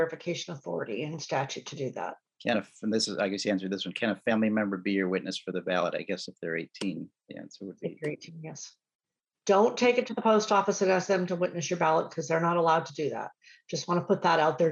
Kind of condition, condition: link, video call